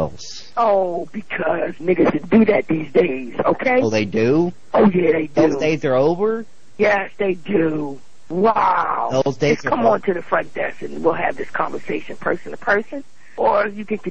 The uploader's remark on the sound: RBCP's Personal Prank Phone Calls Collection